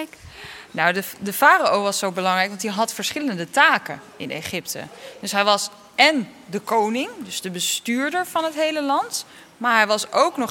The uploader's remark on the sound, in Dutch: Zijn we live aanwezig in het Rijksmuseum van Oudheden in Leiden, ter ere van het Weekend van de Wetenschap. Midden in de museumzaal zijn we te gast bij Egyptoloog. Samen met een heleboel nieuwsgierige kinderen.